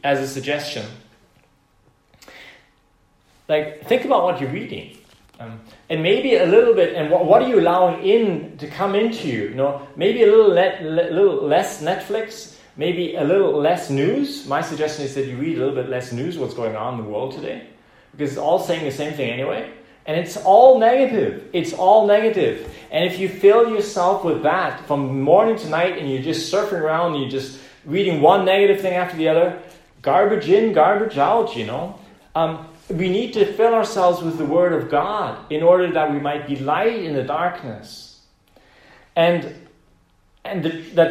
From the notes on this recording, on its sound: Preached this message on the 10th of May, 2020 in the "Zentrum Johannes Paul II. Center in Vienna, Austria.